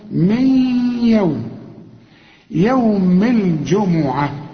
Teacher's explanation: من نون وبعدها ياء، والياء من حروف الإدغام هنا في غنة